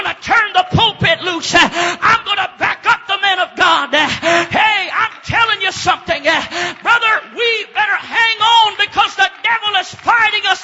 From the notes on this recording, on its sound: preaches at Life Tabernacle Church, Baton Rouge, LA